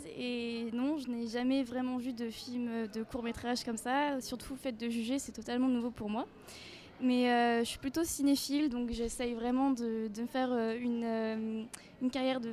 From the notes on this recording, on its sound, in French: Pour ce deuxième sous-marin enregistré au centre des congrès